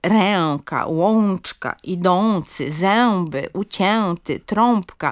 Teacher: literowa wymowa en i on w bardzo wielu wyrazach typu ręka, łączka, idący, zęby, ucięty, trąbka i podobnych, gdzie powinny być one wymówione jako dwie głoski